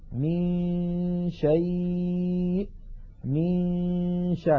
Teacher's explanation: من الميم ننتقل إلى مخرج الشين وننطق غنة من الخيشوم فإذا انتهى زمن تلك الغنة نطقنا الشين